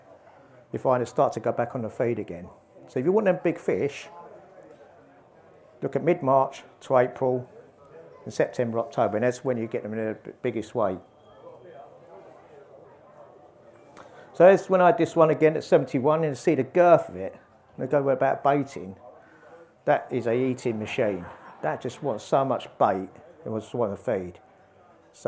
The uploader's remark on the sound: LIVE at The Outlaw Pro Carp Show. This month we are back at the recently held Outlaw Pro Carp Show to drop in on the packed program of live talks that took place over the weekend.